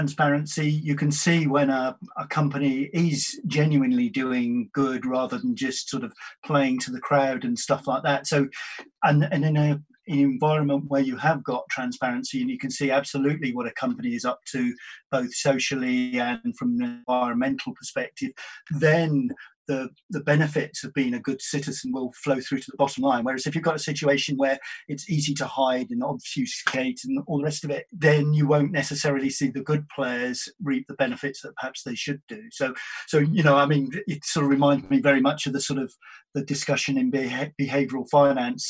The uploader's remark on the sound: joined on Zoom